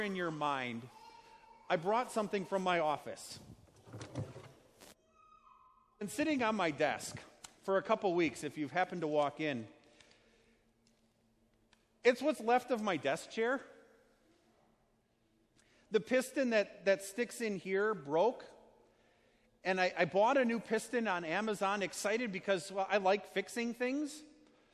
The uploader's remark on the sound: Sermon preached at Our Savior Lutheran Church in Birmingham, AL, on Sunday, November 10th, 2019.